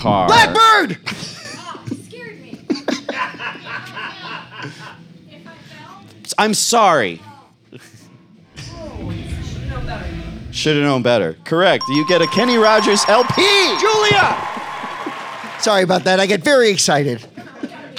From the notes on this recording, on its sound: LIVE from …fest 2023! The Untitled … Podcast recorded their first-ever live show at The Fest For … Fans in Rosemont, IL; proud home of a Caddyshack restaurant and a surprisingly large mafia influence. In front of an unsuspecting, live audience.